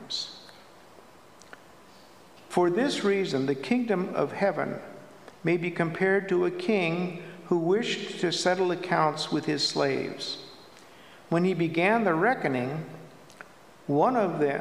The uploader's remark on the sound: At Pender UMC Traditional Worship on Sunday, September 17, 2023